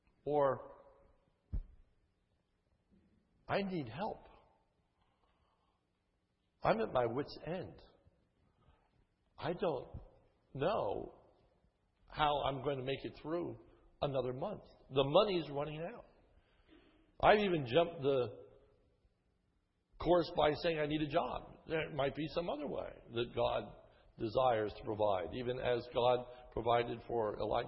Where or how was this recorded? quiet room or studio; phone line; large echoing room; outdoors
large echoing room